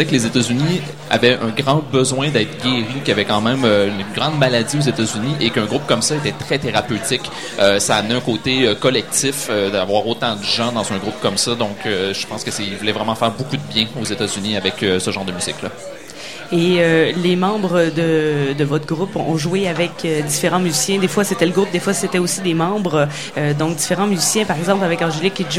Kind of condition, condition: setting, busy venue